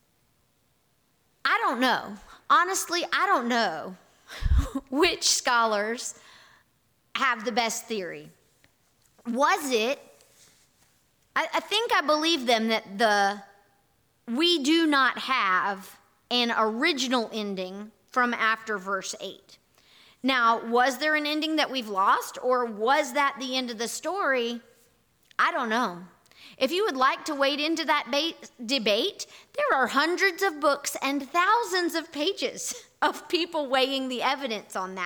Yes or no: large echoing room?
yes